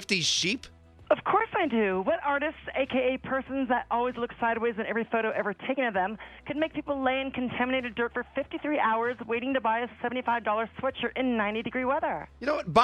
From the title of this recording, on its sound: calls in from her trailer outside of Soldier Field